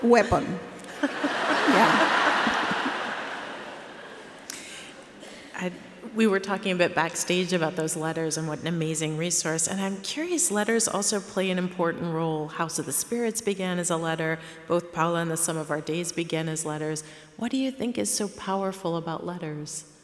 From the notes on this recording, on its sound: This Seattle Arts & Lectures event took place at Benaroya Hall on November 28.